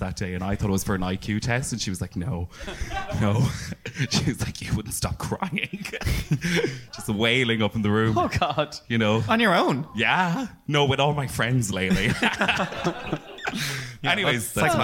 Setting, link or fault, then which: setting, live audience